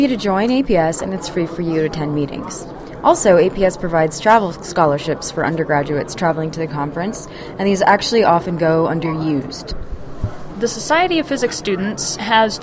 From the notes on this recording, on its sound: Poke around an APS Meeting in Denver, CO and talk with some students about their experiences at the conference.